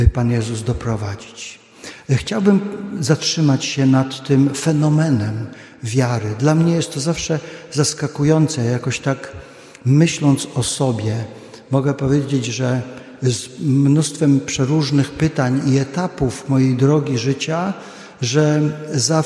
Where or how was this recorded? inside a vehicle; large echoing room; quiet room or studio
large echoing room